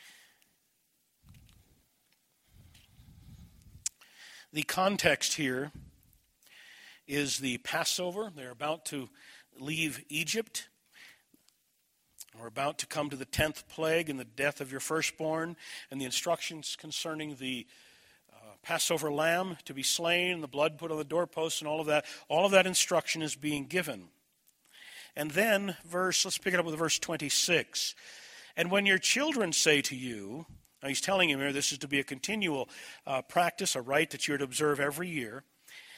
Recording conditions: large echoing room